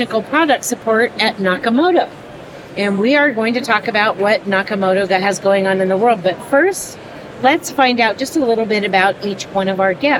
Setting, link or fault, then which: setting, busy venue